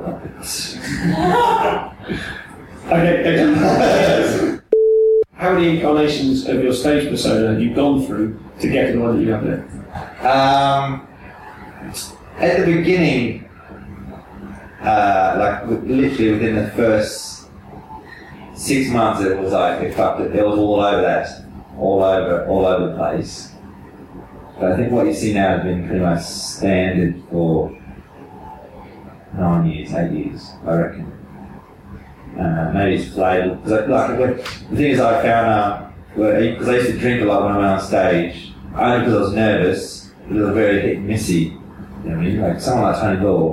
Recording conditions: poor sound quality